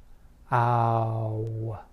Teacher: As you move toward the semi-vowel sound, w, your lips begin to close and become tense · Term: ow sound · IPA: /aʊ/